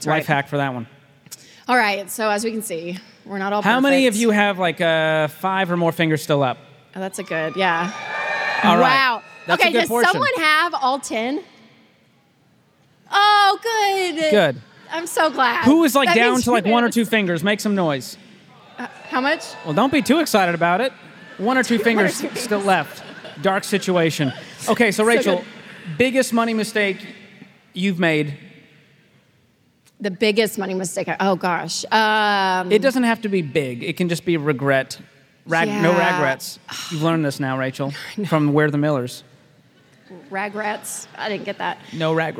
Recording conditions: live audience